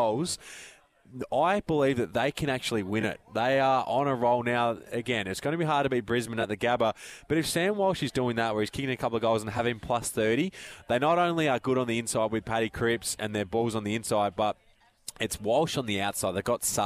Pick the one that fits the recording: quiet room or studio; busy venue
busy venue